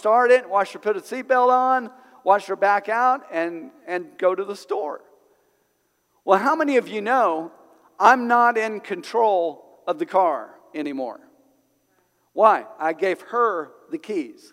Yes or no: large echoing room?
yes